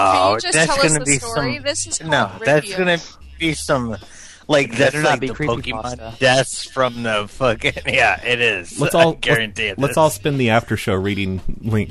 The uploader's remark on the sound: Prank Phone Calls